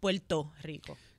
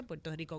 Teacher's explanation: Él dice Puerto Rico con la R un poquito dormida antes de la consonante, pero está ahí. · Shown in: second take